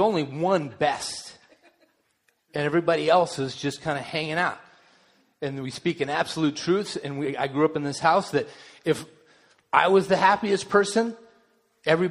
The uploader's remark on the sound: delivered during the Contemporary Worship service